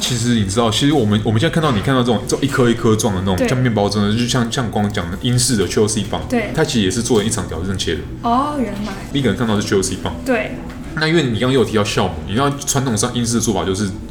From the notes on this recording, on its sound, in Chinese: 本集白噪音指數：微風級 2/5。錄音地點： Boulangerie Ours。